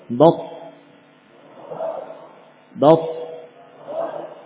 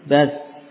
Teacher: perhatikan posisi pangkal lidah tegang. Berbeda dengan sin. · Shown in: first take